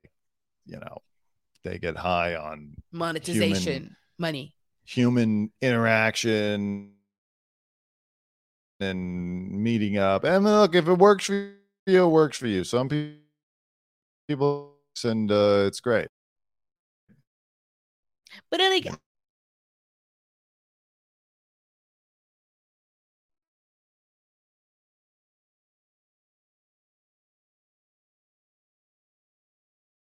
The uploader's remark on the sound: UNFORTUNATELY THIS EPISODE WAS CUT SHORT DUE TO TECHNICAL DIFFICULTIES